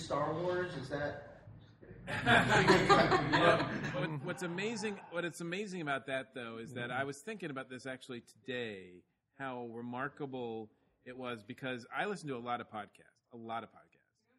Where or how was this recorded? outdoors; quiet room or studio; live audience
live audience